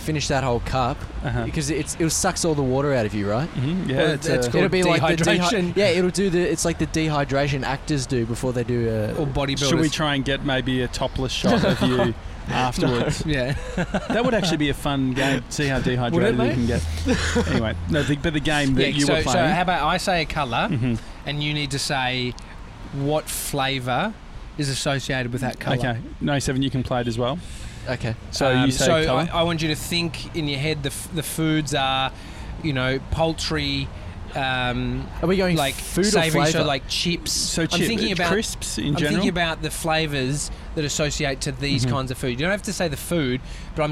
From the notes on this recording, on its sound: Today we're sitting outside Bluestone Lane!